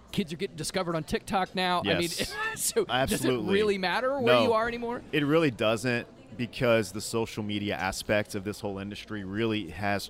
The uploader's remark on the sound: This IRL edition of Out to Lunch Acadiana was recorded live over lunch at Tsunami Sushi in downtown Lafayette.